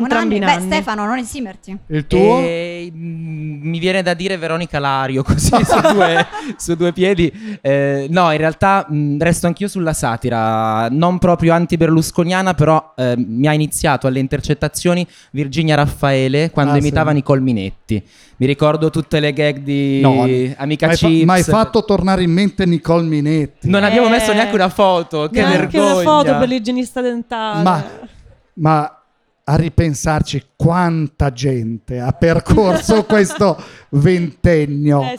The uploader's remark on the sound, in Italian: In questa puntata speciale LIVE in collaborazione con #Iconografie2023. Festival sullo spirito del tempo presente, la terza edizione del festival organizzato da Iconografie.